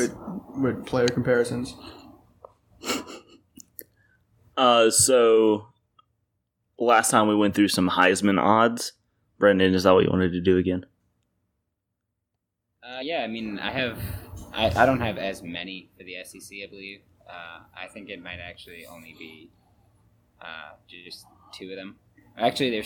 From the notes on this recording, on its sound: SORRY FOR THE AUDIO ON THIS ONE. There were tons of issues making this one.